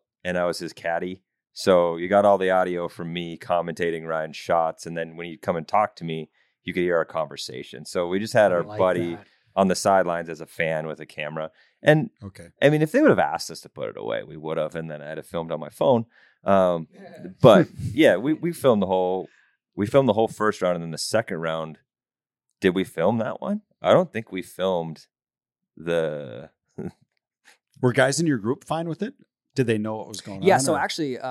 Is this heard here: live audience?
no